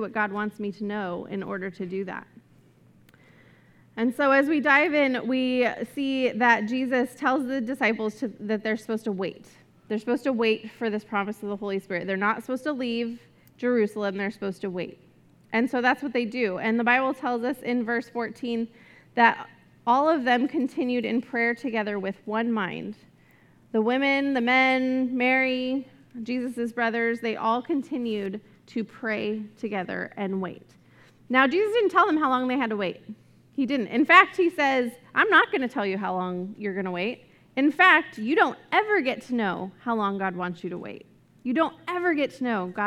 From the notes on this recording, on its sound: This message was recorded at a Sunday service on April 24, 2022